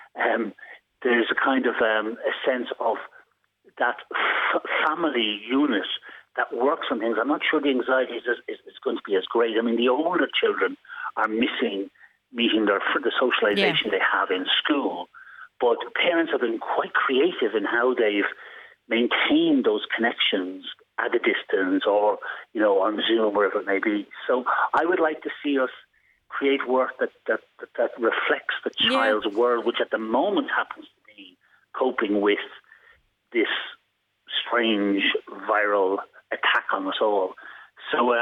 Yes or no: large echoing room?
no